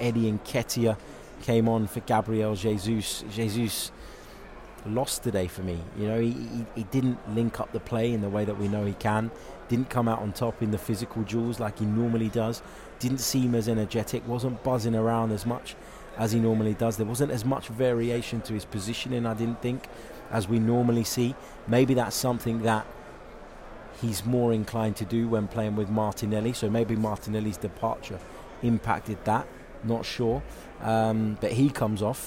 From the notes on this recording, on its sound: reacts live from Emirates Stadium